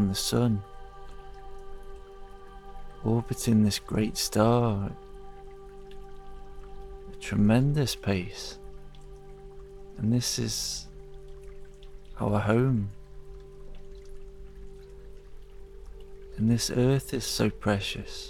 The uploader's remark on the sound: It's recorded in the forest, so you will hear the birds and the river.